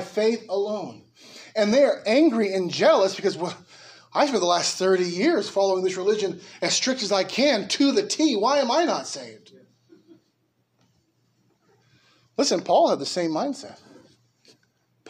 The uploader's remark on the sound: Preached at Liberty Baptist Church in Norwalk, Ca.